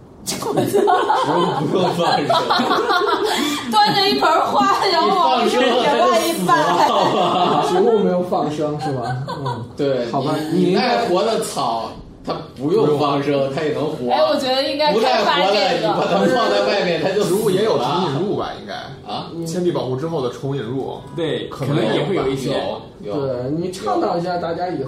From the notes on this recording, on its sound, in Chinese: 本期节目为在张大妈办公区用录音笔录制，可能有街道上的杂音，请见谅。